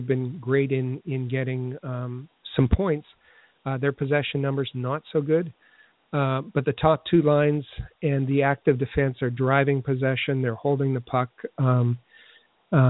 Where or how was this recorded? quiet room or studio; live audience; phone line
phone line